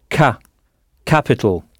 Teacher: En insistant bien sur la première syllabe, ka, capital.